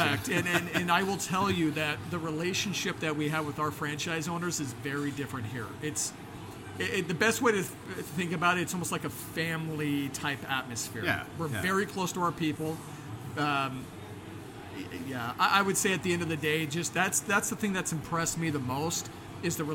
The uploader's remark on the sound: IFE Unplugged: Live from New York in The Podcast Zone. Recorded LIVE in the Podcast Zone at The International Franchise Expo 2023 in New York.